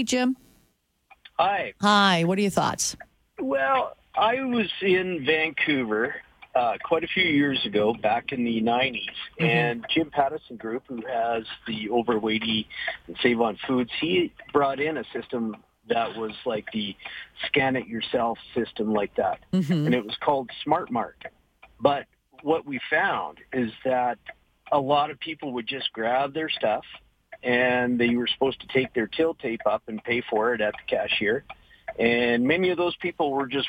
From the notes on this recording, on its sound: Then the phone lines were opened to hear what you had to say.